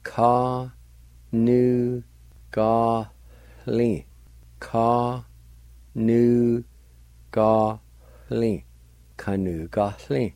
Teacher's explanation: between the A and the L at the ending of the word, there's a faint H sound